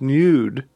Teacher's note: Unless he pronounces nude as nude with the kind of Y sound that hyper-enunciators of a certain sort might use